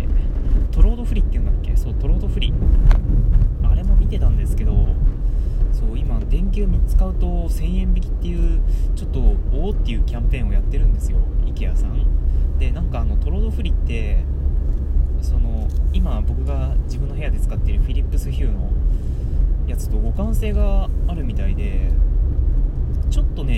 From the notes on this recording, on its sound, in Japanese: テスト収録・ドライブ中その2。またまた運転しながら。